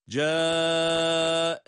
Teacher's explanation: Çünkü cae derken, burada ca derken bir uzatma hali var. Uzatmadan sonra hemze var ama aynı kelimede yer aldığı için medde muttasıl oluyor. Dört elif miktarına kadar uzatılabilir.